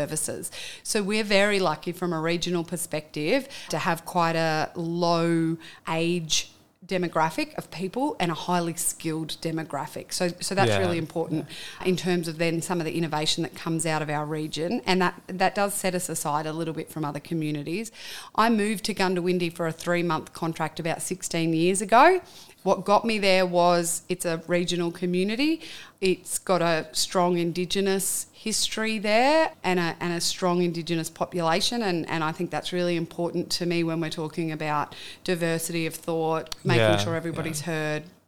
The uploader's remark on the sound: This episode was recorded in June 2023 at the Tropical Innovation Festival in Cairns QLD